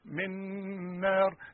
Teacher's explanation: ونون بعدها نون ادغمها وخليها نون واحده مثقله